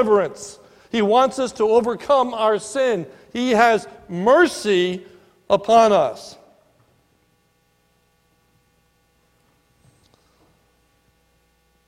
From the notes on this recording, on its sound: This is a sermon recorded at the Lebanon Bible Fellowship Church in Lebanon, PA on 10/20/19 during the morning services